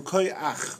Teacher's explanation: A patach ches at the end of the word, instead of being cha, becomes ach. So koi ach.